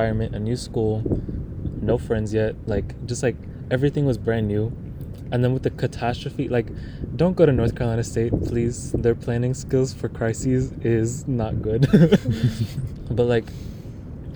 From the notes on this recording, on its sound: recording episode 7 on the top of a cliff by the beach